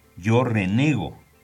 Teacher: el diptongo de la E breve no se aplica. Por ejemplo, yo renego en vez de yo reniego.